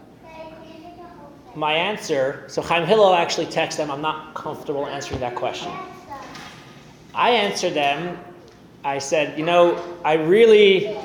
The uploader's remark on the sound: Recorded live at The Torah Center ATL on May 21, 2023